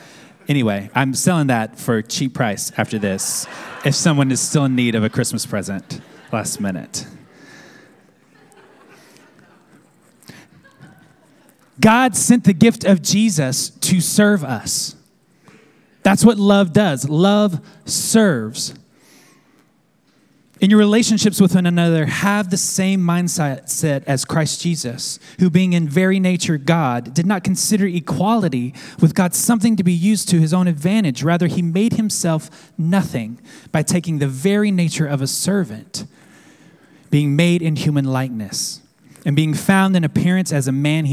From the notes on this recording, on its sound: at our Downtown Manhattan Community on Sunday, December 22nd